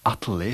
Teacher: you even hear a syllabic L that results from a dropped R